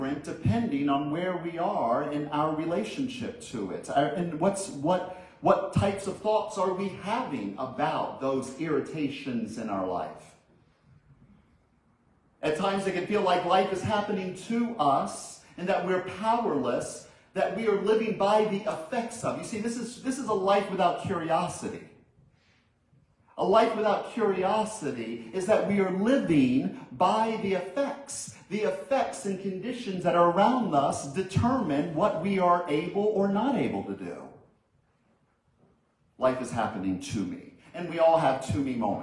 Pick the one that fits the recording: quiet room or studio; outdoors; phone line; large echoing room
large echoing room